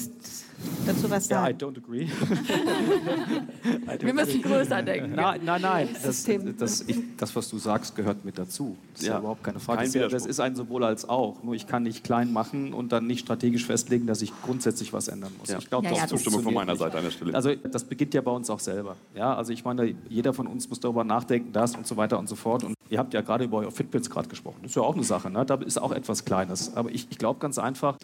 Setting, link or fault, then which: setting, live audience